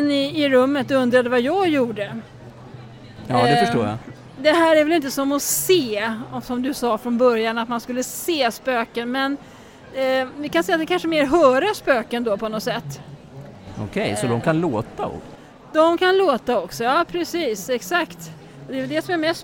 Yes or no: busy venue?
yes